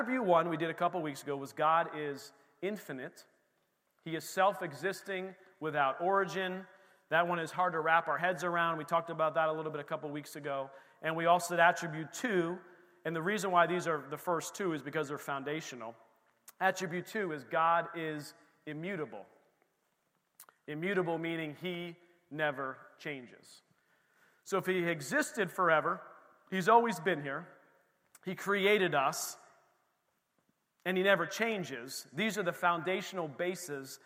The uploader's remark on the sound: This recording is of the whole service.